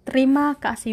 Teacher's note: So biasanya kalau kita udah kelar sama obrolannya normally we say terima kasih again we it spelled like this T E R I M A terima K A S I H kasih terima kasih but we pronounce it terima kasih we drop the e and just say terima